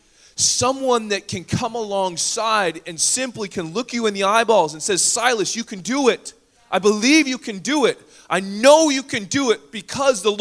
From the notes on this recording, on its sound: Recorded on August 6, 2017 at THRIVE Church Summer Retreat Surrey, Canada